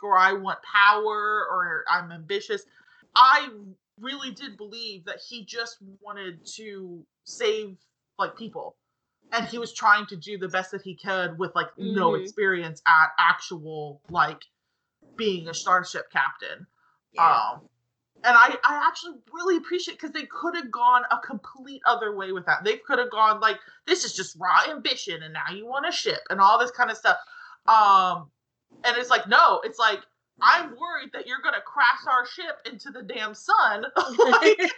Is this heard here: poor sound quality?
yes